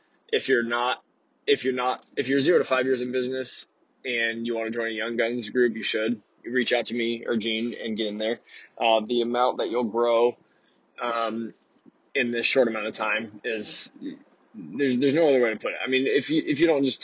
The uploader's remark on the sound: This episode was recorded in my truck while driving between appointments.